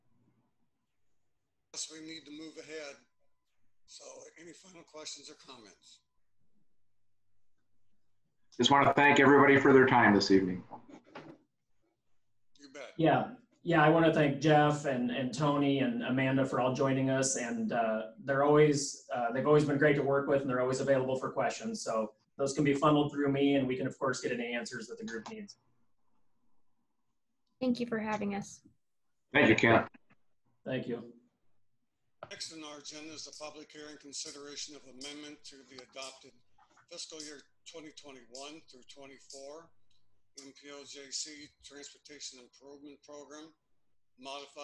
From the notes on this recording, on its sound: Zoom meeting.